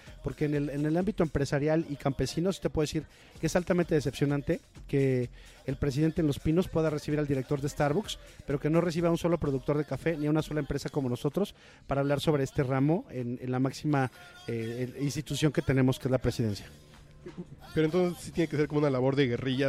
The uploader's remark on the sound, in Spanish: Grabamos en 'Rococó', la mejor cafetería que hemos conocido y no exageramos.